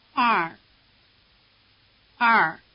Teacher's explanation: The tongue curls back strongly for the final R sound.